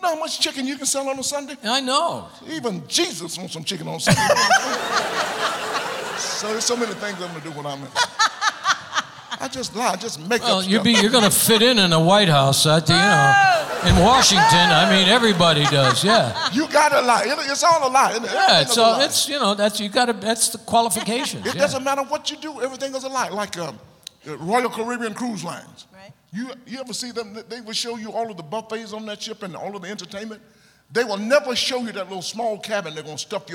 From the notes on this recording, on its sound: Live at the South Point Casino